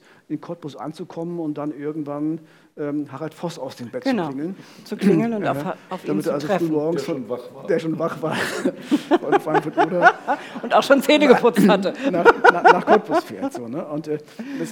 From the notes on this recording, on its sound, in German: Der zweite Teil der Live-Premiere von "Im Visier on Tour" in Frankfurt (Oder).